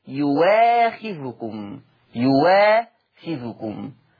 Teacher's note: اذا تبدل الهمزة المفتوحة بواو مفتوحة فتقرأ يواخذكم، يواخذكم.